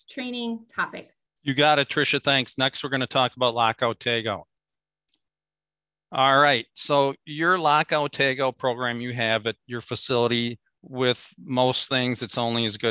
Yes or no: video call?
yes